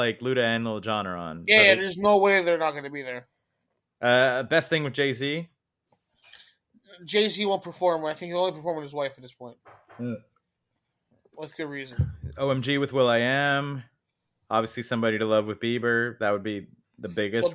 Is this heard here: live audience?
no